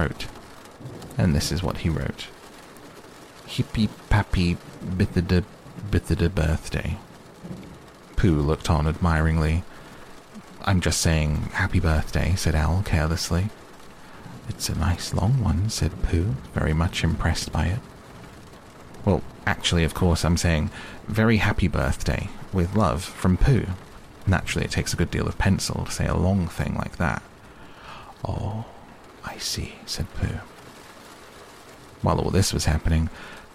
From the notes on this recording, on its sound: A complete reading of Winnie The Pooh with relaxing rain sounds in the background to help you sleep.